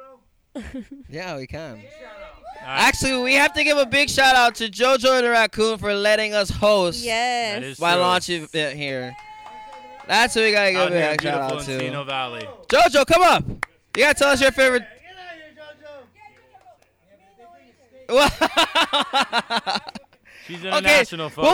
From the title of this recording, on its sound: Live Elegant Bliss Launch Party!